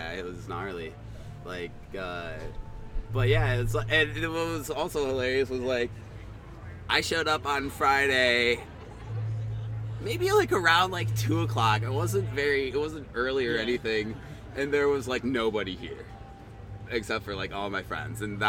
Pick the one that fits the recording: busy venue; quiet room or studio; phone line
busy venue